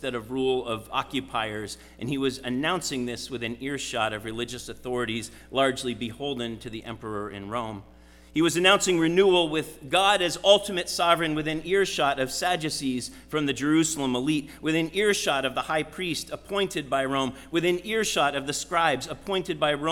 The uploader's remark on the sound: Sermon preached at RCHP on January 22, 2023.